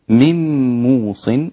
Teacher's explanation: من موص إدغام مع الغنة لكل القراء